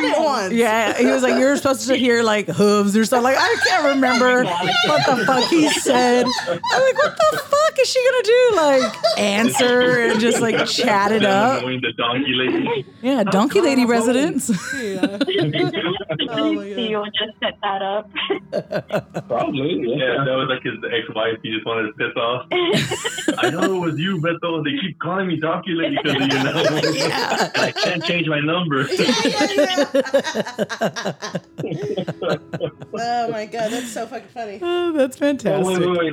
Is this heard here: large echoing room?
no